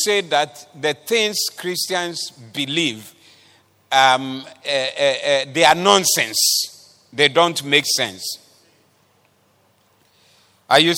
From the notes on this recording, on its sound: Preached at the Doxa Service 19112023